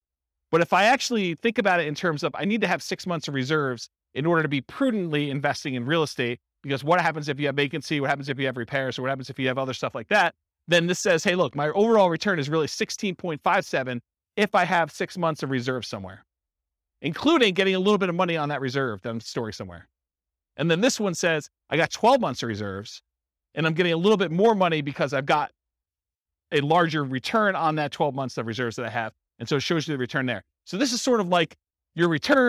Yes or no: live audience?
yes